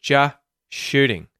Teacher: if you speak really quickly, you're probably just going to go straight to the SH sound, the sh, because it almost has an S in it anyway, right?